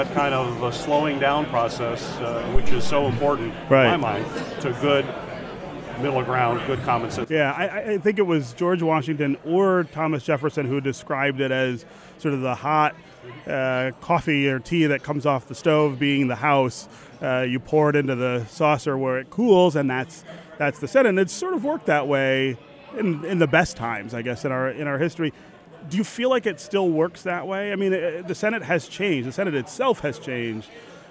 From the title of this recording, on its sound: from the Mackinac Policy Conference